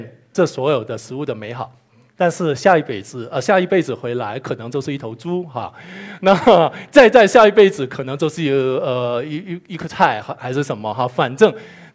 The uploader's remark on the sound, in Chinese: 一席现场